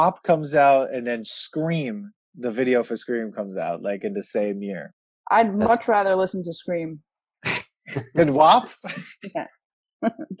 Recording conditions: video call